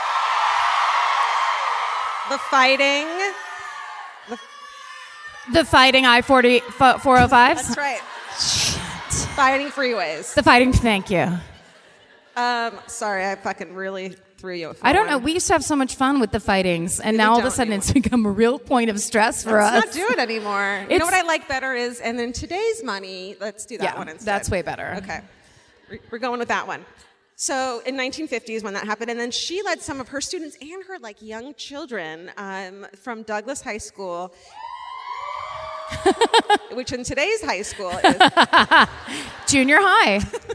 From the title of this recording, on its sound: Live at the Civic Center Music Hall in Oklahoma City